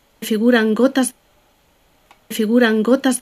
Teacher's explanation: まずフィグーランのグ、ここは摩擦音です。だからフィグーランではなくてフィグーラン。一方、ゴータスというのは直前にエネの音、鼻音が来てますから、ここは閉鎖音ですね。ゴータス、ゴータス、ゴータスではなく、ゴータス。フィグーラン・ゴータス、フィグーラン・ゴータスとなっています。フィグーラン・ゴータス、フィグーラン・ゴータス。このファイルは以上です。